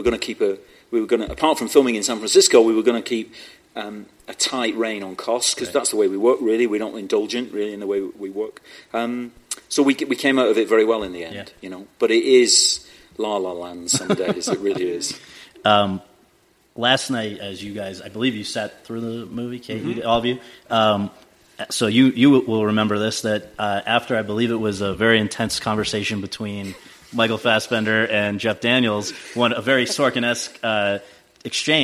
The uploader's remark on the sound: was taped at the Telluride Film Festival over Labor Day weekend.